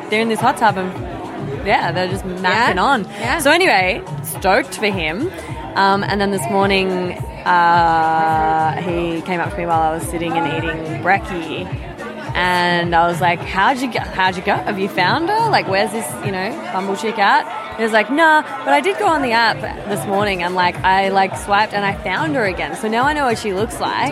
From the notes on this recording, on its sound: This extra special episode features a bunch of interviews with festival goers of Comfort Creek festival where I set up a LIVE interactive version of The Labia Lounge for the first time ever! Along with various passers by that came to check out what this big velvet p*ssy couch was all about.